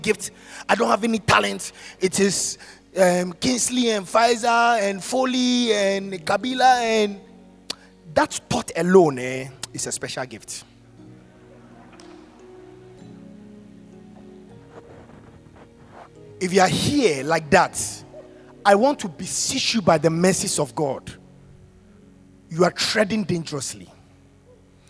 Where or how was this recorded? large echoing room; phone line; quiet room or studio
large echoing room